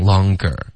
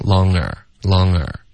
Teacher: 有时候说快的时候呢，嗯，这个歌的音就听不见了，就直接用一个鼻音